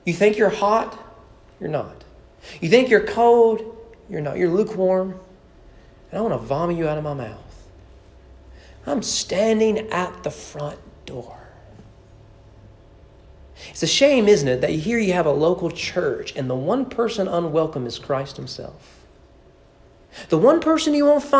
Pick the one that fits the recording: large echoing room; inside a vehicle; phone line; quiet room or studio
large echoing room